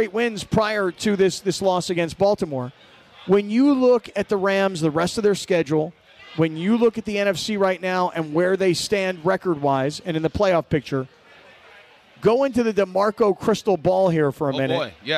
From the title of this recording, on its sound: LIVE From Yaamava!